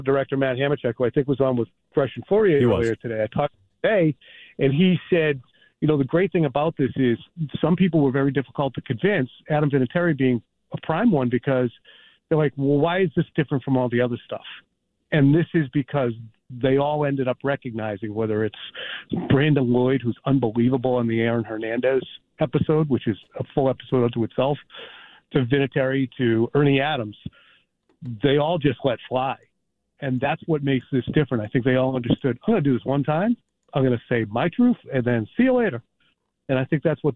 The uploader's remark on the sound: Calls into the … and … show.